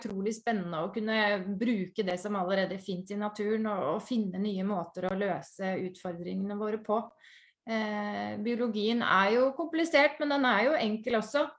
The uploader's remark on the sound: Live Zoom